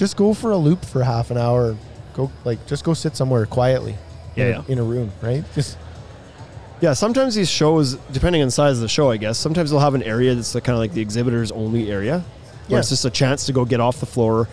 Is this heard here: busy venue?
yes